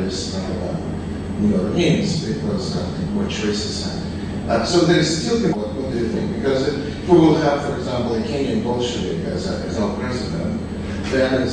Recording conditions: poor sound quality